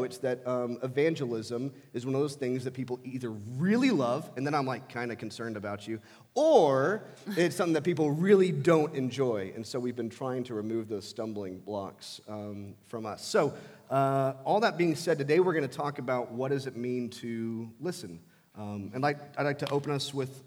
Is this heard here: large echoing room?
yes